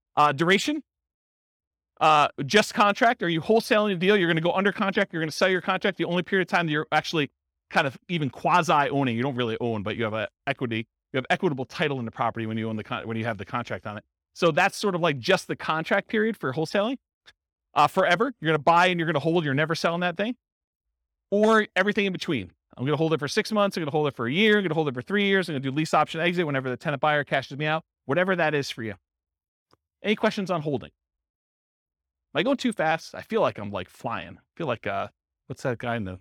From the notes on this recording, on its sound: This was a live class recorded